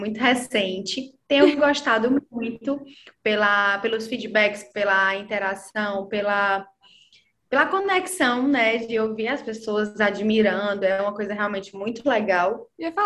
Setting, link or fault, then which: link, video call